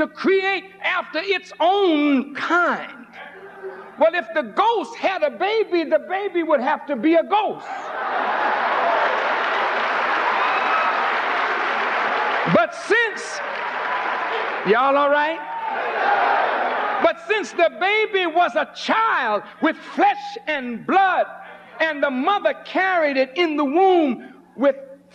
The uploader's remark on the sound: At the Nation of Islam's Saviours' Day 1991 Keynote Address at Christ Universal Temple, Chicago, IL.